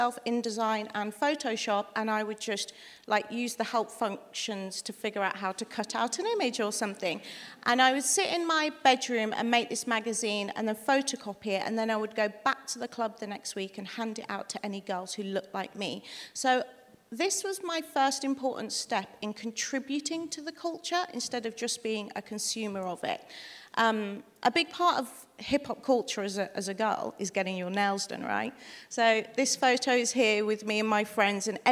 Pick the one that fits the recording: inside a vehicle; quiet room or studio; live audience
live audience